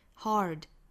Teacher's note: Hard 注意卷舌的 R.